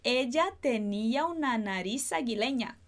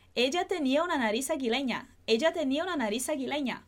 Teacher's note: Então a gente vai juntar esse tenía una, então o tenía com o una, depois a gente faz esse nariz aguileña, esse Z de nariz junta com o A de aguileña